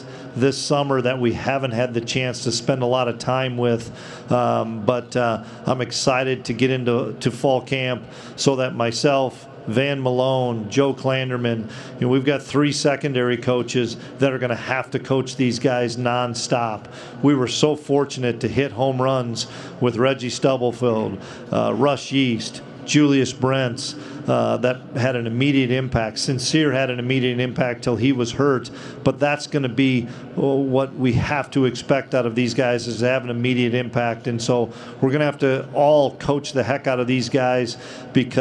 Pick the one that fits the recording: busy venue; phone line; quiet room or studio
busy venue